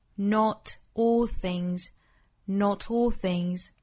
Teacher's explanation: 注意这句话之中的几处连读 Not 和 all 连读